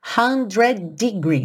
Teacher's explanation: Junta tudo. 100 degrees. Só soa um D.